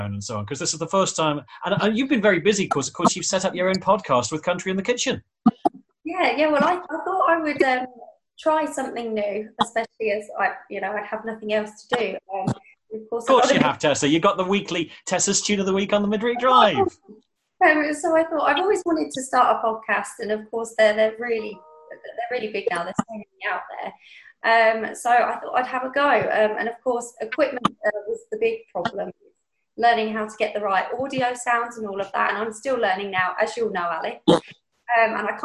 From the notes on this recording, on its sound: in zoom conversation